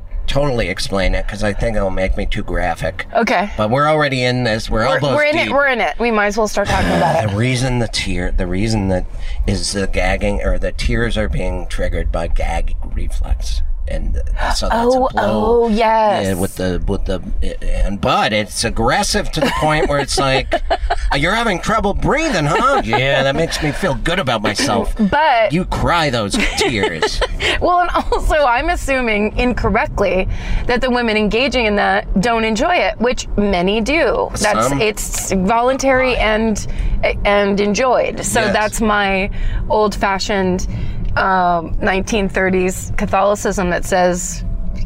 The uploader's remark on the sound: all while driving!